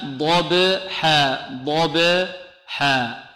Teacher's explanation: الباء. والباء هذه الآن مقلقلة، لماذا؟ لأنها ساكنة